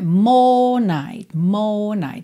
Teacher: Não enrola a língua no R. É claro que se você quiser, pode cantar more night, ok?